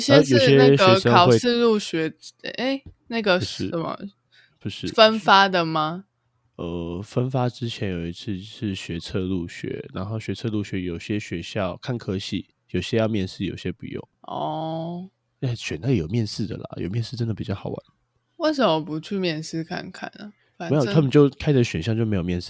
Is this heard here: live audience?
no